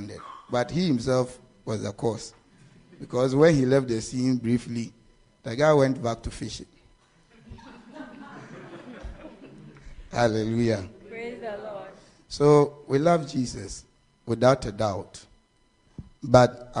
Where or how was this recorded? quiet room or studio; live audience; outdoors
live audience